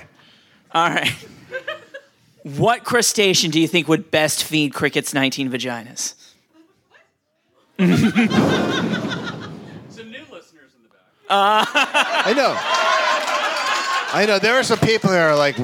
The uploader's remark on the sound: Live from LA Podfest